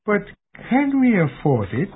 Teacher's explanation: He knows you cannot afford it. If he genuinely wanted facts from you, he would have used the rising intonation.